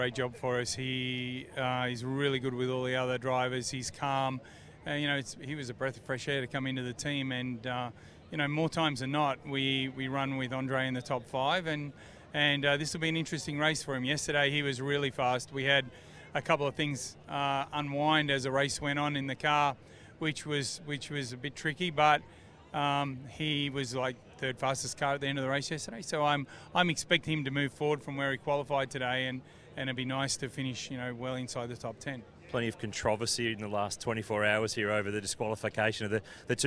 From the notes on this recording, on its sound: live from the Newcastle 500!